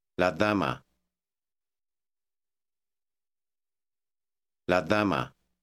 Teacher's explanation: Notice that the softness of the D is like our TH.